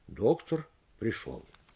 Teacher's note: прочесть его с двумя ударениями в два речевых звена, когда подлежащее будет составлять одно звено, а сказуемое – второе. В этом случае между ними будет небольшая соединительная пауза.